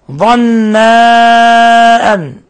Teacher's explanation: مد منفصل لانفصال الهمزة عن حرف المد في كلمة أخرى، يمد من 4 إلى 5 حركات